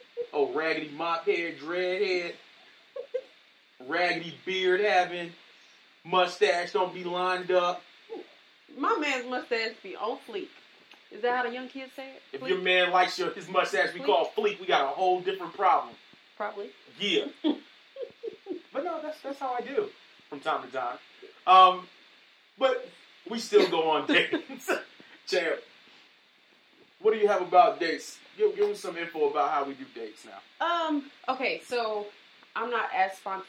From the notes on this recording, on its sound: Rough Audio from our Live Sessions